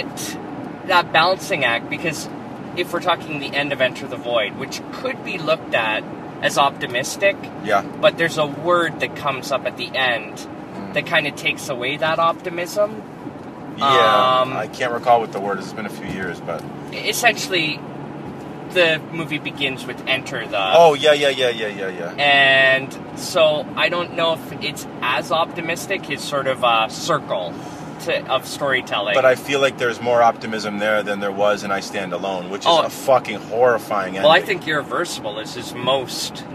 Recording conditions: inside a vehicle